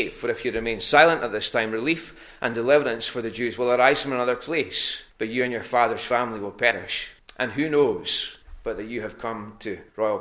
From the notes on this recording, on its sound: recorded a North Harris Free Church on the evening of Sunday 20th March 2022